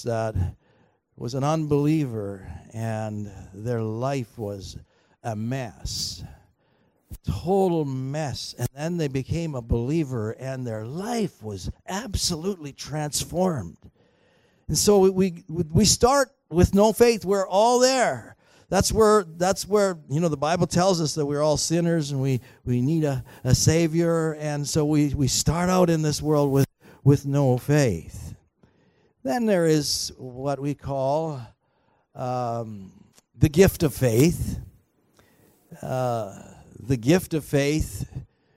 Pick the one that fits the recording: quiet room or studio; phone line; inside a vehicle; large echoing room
large echoing room